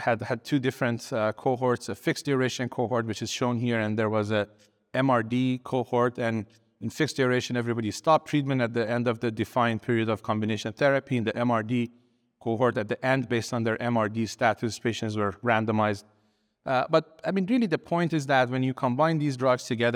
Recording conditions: busy venue